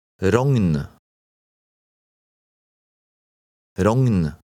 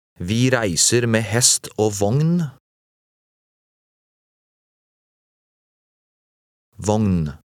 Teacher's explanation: the GN combination has a different sound, closer to English NG, as in song